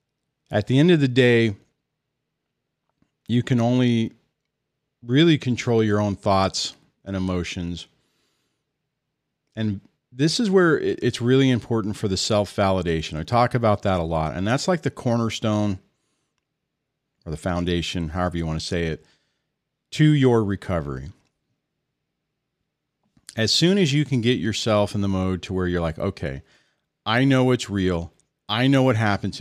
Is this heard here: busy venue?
no